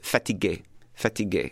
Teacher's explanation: So fatigué, three very short vowels.